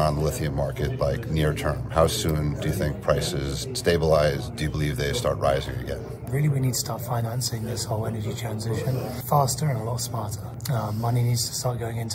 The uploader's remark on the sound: Interview at Benchmark Minerals Conference.